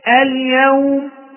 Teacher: طيب ووقفت على الميم التي هي آخر حرف والتي بعد الواو، وقفت على هذه الكلمة سكونا عارضا، فده نسميه مد لين عارض للسكون